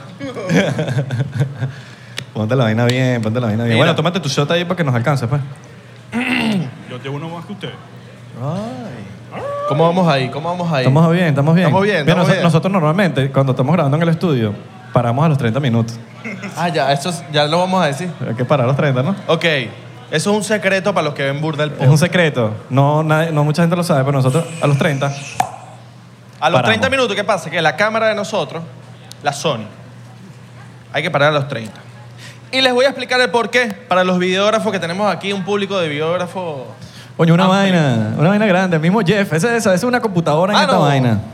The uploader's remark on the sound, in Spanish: En vivo con público